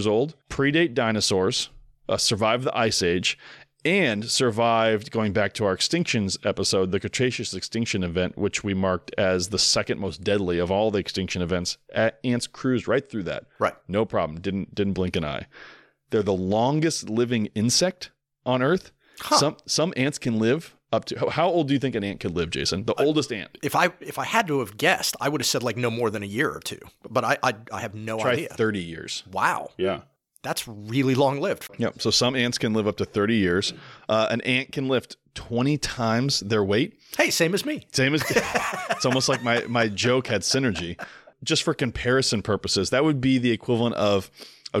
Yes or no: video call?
no